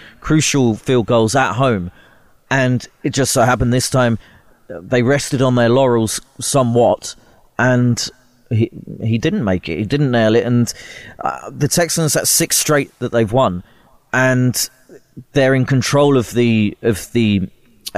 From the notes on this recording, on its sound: Live from a Michigan Car Park. The team out on the road.